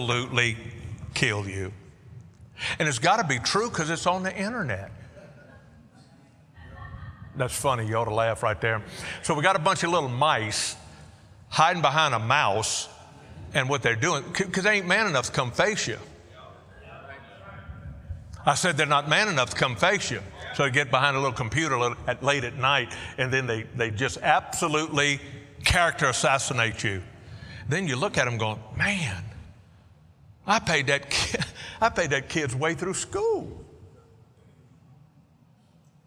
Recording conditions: large echoing room